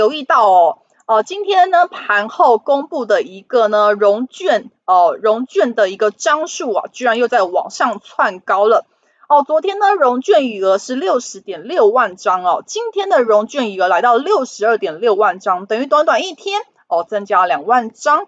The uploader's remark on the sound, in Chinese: 本集有些許雜音，已亟力避免，如有察覺請多多包涵